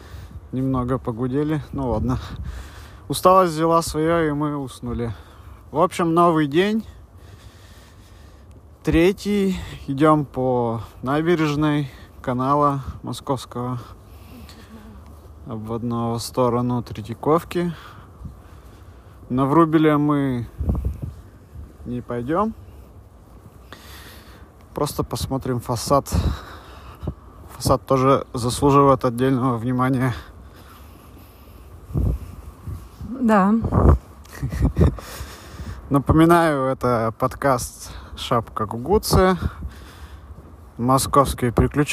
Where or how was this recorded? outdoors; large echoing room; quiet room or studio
outdoors